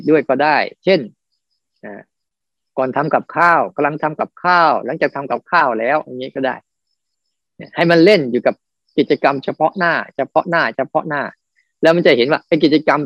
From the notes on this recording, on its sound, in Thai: คอร์สออนไลน์ (ผ่านโปรแกรม Zoom)